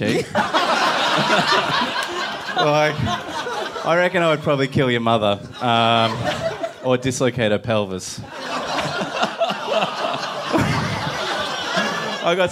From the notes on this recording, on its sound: Recorded LIVE at Five Boroughs on Sunday April 13th, as part of the Melbourne International Comedy Festival.